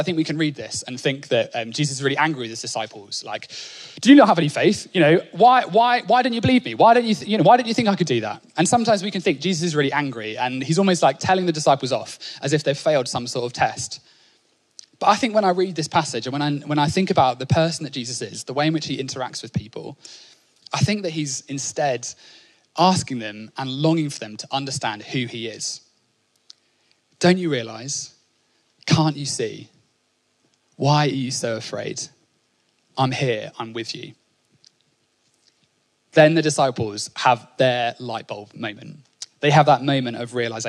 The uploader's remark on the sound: Onelife Conference 2022. Speaking at our 2022 Onelife Conference.